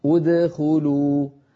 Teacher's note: لما نبدأ بدخلوا نبدأ بهمزة مضمومة، ادخلوا، لأن الحرف الثالث وهو الخاء مضموم.